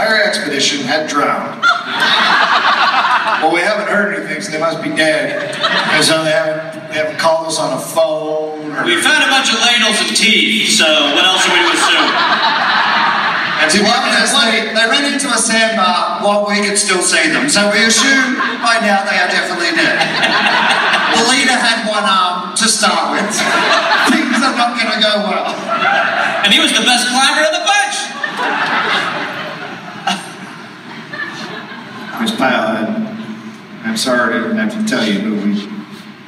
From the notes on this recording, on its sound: Live in SLC. Live in Salt Lake City.